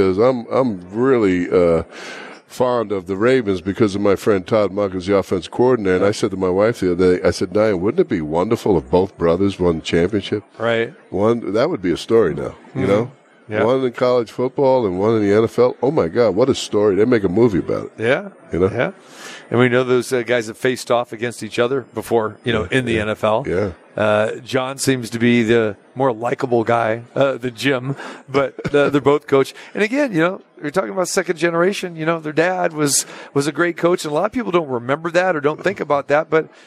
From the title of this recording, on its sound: Live from the Super Book at the Westgate Las Vegas